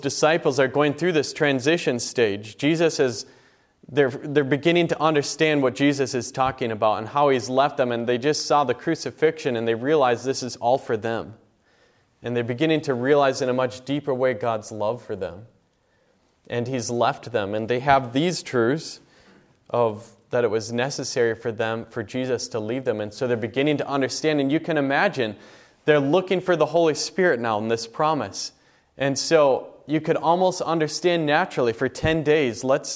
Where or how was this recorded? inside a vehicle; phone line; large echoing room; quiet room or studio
large echoing room